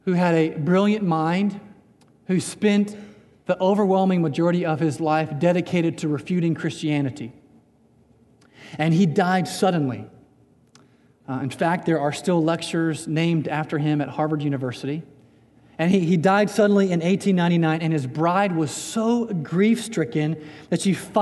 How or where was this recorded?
large echoing room